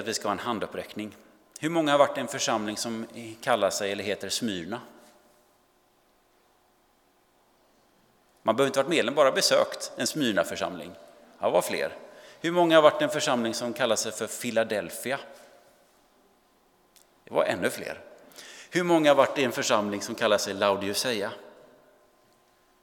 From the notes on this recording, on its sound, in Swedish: Inspelning från Immanuelskyrkan Skövde.